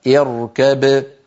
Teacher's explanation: يدغم الباء في الميم ويصير النطق بميم المشددة، هكذا اركم معنا، فإذا وقف بين الباء وأظهرها وقلقلها